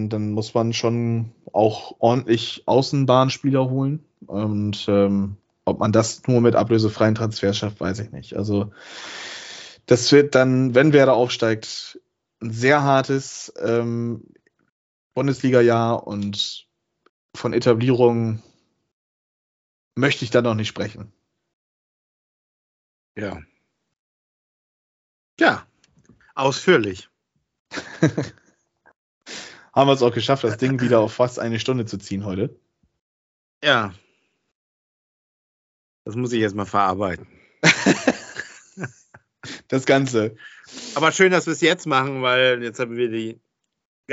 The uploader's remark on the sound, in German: Aufgezeichnet am 11.04.2022 via Skype